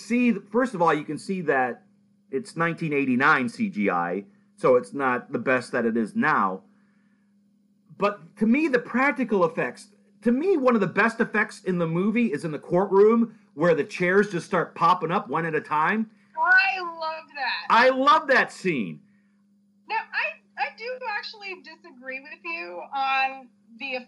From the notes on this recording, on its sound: This was a Skype podcast, so please excuse the audio for not being as crisp as it could be.